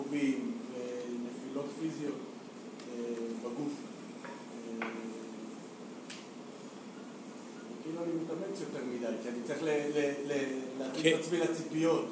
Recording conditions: live audience